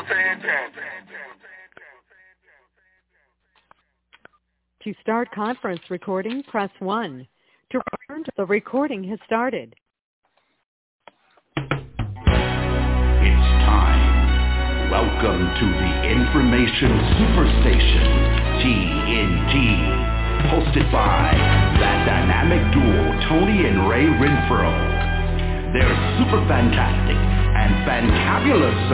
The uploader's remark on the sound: TNT Superfantastic Conference Call.